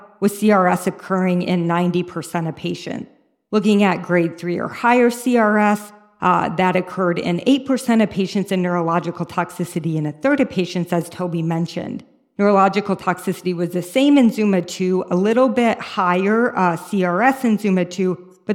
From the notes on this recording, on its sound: a symposium recorded during the 2023 ICML conference in Lugano